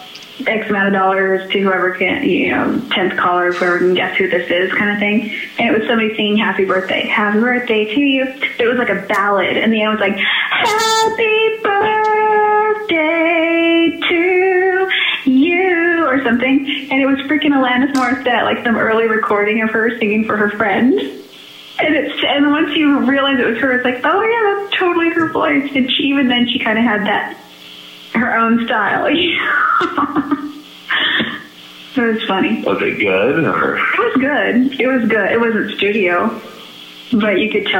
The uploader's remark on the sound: This episode features a phone call